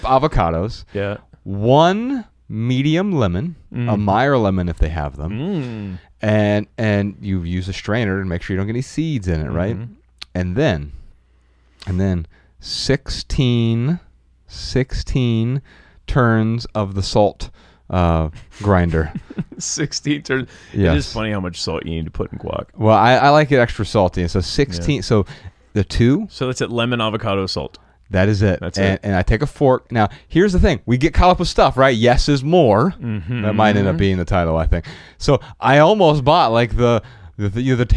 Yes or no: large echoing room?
no